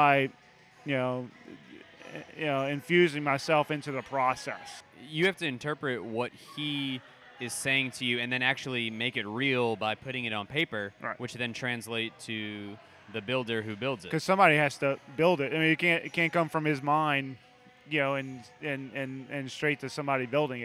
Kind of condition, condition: setting, busy venue